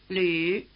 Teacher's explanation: The reason for including the first two names in the display is that the new vowel written U umlaut combines features of the vowels written I and U. It has roughly the tongue position of the vowel sound E and roughly the lip position of the vowel sound U.